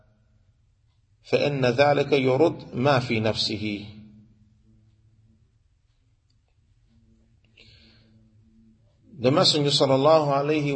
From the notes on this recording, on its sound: Lecture given at Masjid Nur Allah, Queens, NY